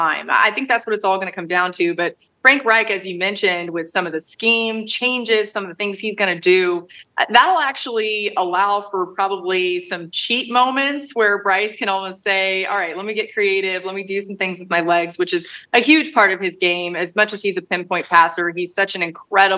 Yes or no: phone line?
no